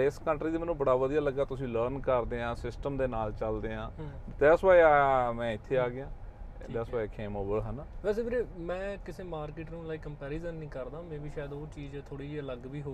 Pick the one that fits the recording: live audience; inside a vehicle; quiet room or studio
inside a vehicle